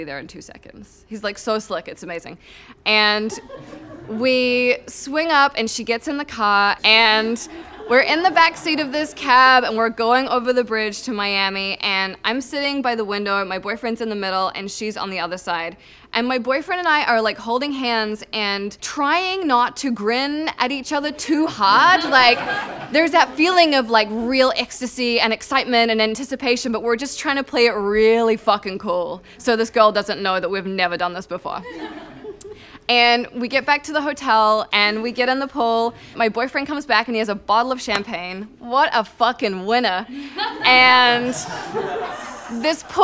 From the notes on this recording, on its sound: All stories were recorded at the touchpoint town hall in NYC on March 3, 2018 at The Assemblage Nomad.